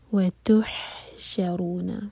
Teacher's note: ہا حلق سے، اور ہا پر سکون، اس کے بعد شین پر زور دیں گے